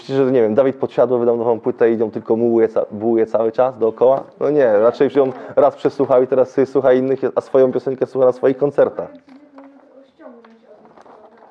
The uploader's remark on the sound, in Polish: Materiał nagrany podczas odprawy na Konsultacji Szkoleniowej w listopadzie 2022.